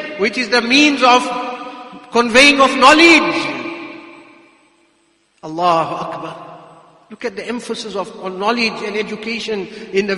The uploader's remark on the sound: Jumuah Lecture at Masjidus Salaam, Musgrave